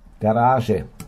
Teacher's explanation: Das Z ist unser stimmhaftes Sch